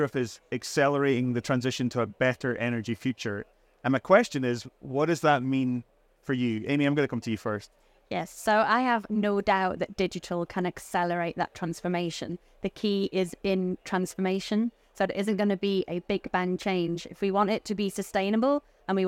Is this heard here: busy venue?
yes